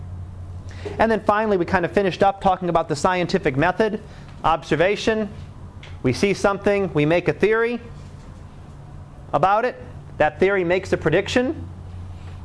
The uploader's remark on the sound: Live Class Lecture.